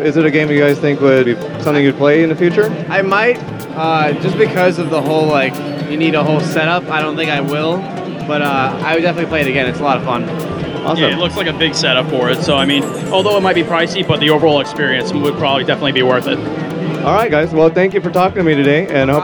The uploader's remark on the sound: PAX East 2017. Audio captured from the floor of the PAX East Convention in Boston, Massachusetts, March 10th, 2017.